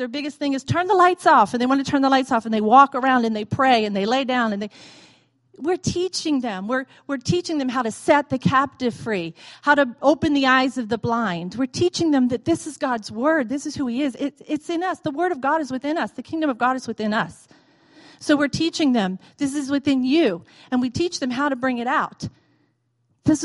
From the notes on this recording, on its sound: recorded on Sunday, December 3, 2017, during morning services at Celebration Life Family Church